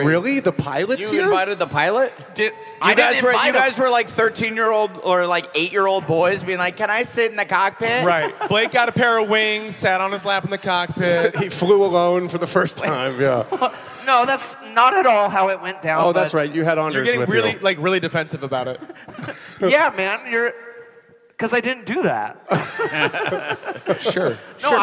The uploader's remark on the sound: Live from Portland!